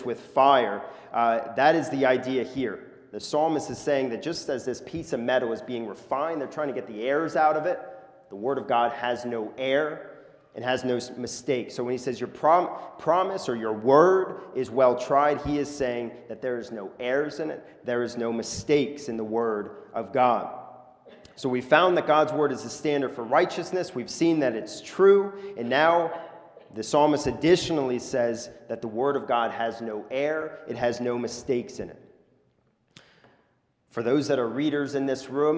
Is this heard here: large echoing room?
yes